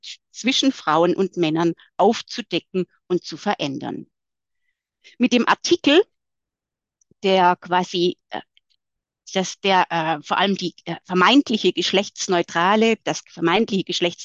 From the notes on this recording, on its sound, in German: Ein Mitschnitt aus der Online-Vortragsreihe des feministischen Wissenschaftskollektivs „Zwischen Institution und Utopie“.